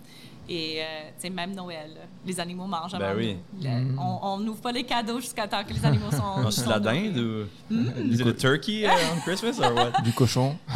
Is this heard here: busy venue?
yes